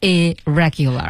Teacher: 两个 R 只读成一个，并且和后面词根当中那个辅音进行一个连接的